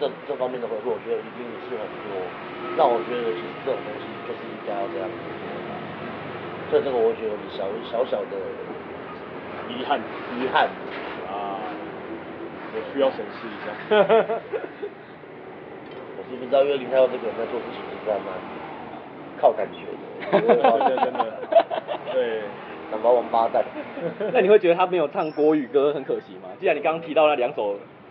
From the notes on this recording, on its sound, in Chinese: 錄音地點：台南 牽咖啡 Chen Coffee